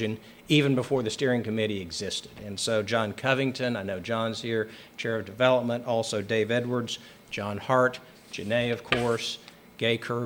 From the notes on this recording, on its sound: This episode is a recording of the Celebration of Progress event for the Loeffler Primary Division's Expansion and Renovation. It took place in the Nichols Activity Center on Casady's campus and was attended by a number of the project's supporters and developers.